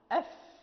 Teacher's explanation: وكذلك الفاء مثلا إذا وقفنا عليها أف، يعني يمتد، يمكن امتداد صوت الفاء لا ينحبس الصوت · Term: الرخاوة